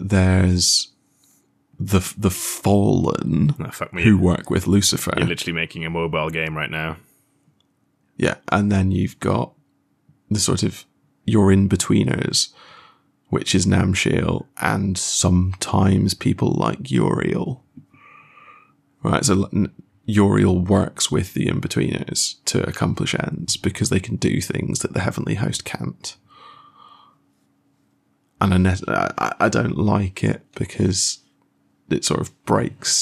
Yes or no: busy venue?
no